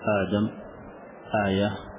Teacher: نحن نقول المد البدل عند حفص لازم حركتين: آدم، آية، وهو البدل يعني يبدل الهمزة الأولى بمد أصلها آدم، فقصرناه وقلنا آدم للتسهيل، سمي بدل بدل، فالهمزة أبدلت مدا للتسهيل.